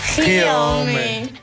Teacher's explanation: Es necesario hacer énfasis en el gi, hacerlo rápido y seco.